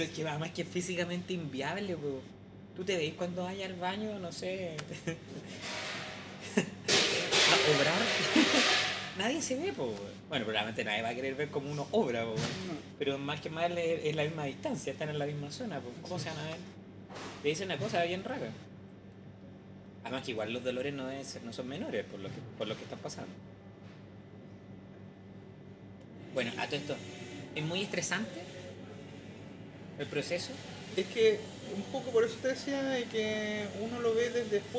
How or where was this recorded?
busy venue